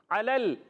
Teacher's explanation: عین کی ادائیگی حلق کے درمیان والے حصے سے